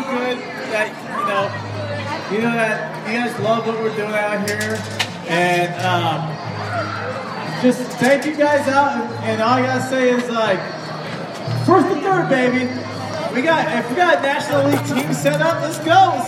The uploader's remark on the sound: All Angels Podcast Live under the Big.